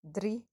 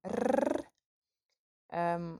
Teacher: En mijn 3 is een tongpunt R, dus 3. En 33 en rrr, want dat is gewoon mijn normale R.